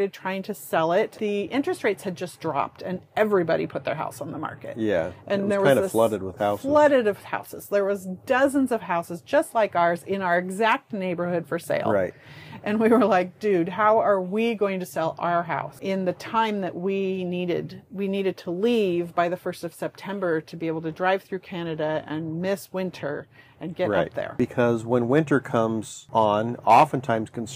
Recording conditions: wind noise